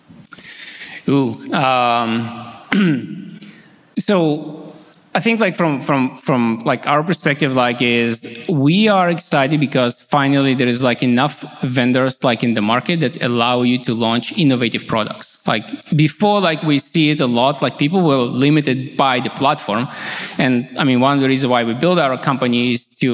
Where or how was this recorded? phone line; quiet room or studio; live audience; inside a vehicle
live audience